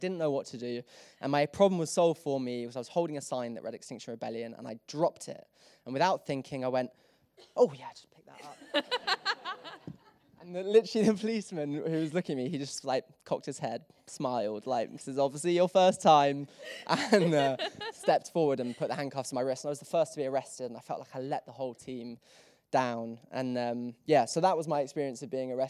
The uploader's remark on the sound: This talk was recorded on the Vevolution stage at Vevolution Festival 2019.